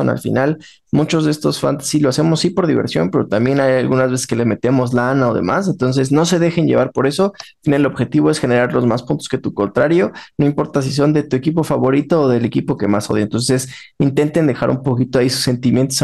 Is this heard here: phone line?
no